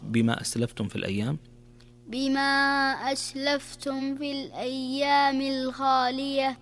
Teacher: من الأخطاء الشائعة تقرأ أسلفتم في الأيام الخالية، لكن عندنا هنا حكم من أحكام الميم الساكنة وهو الإظهار الشفوي، فإذا جاءت عندنا ميم ساكنة وبعدها حرف الفاء يكون الحكم هنا إظهار، فتظهر من غير إضغام، فما تقرأ أسلفتم في الأيام، تقرأ بما أسلفتم في الأيام الخالية.